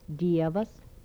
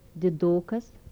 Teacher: Dental stops with palatalization.